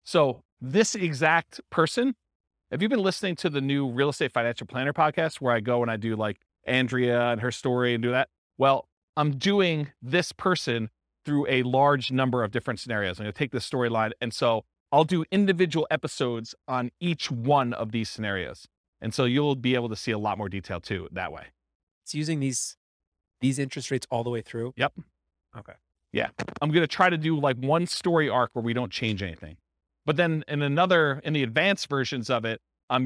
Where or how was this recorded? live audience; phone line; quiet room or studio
live audience